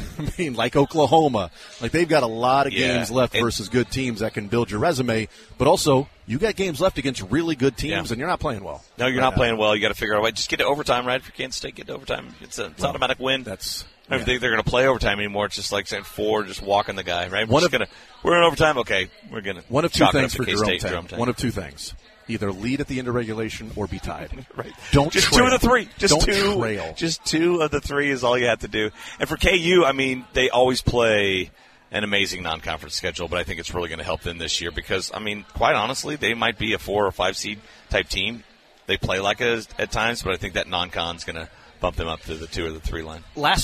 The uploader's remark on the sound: The Zone continues broadcasting live from the KC Golf Show.